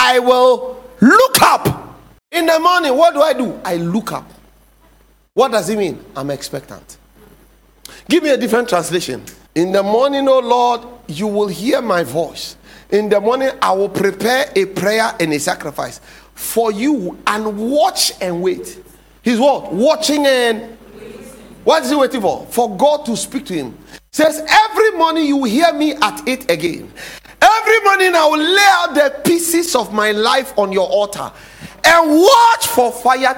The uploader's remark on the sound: Sermon title preached at The Faithlife Church, Ghana-Tema Community 3 Site A.